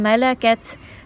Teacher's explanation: ta is going to have hams, meaning that there's going to be a little bit of airflow on the sukun.